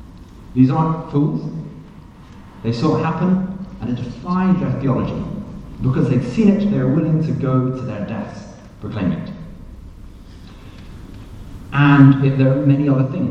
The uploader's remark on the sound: Questions Panel at Highfield Church